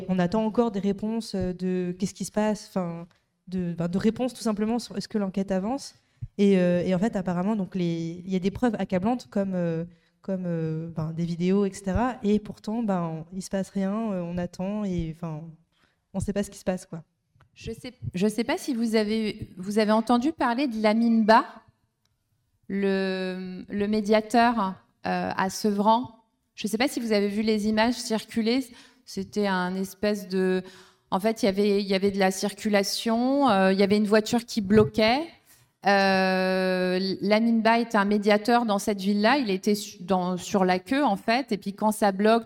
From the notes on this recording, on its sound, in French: AuPoste en public. Rencontres Radicales Alternatiba. Pendant plusieurs jours, Alternatiba Paris organise son raoût d’agit-prop (ex-camp climat).